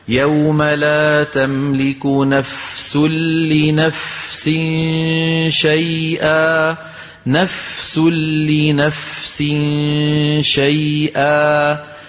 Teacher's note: فنعطي الفاء حقها من الهمس اللي هو جريان النفس والرخاوة اللي هو جريان الصوت